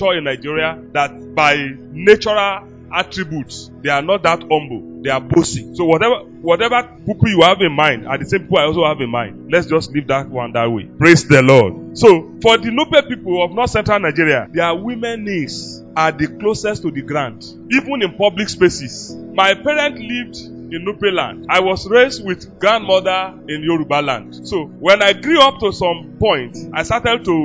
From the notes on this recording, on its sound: LIVE FROM OASIS OF WISDOM BIBLE CHURCH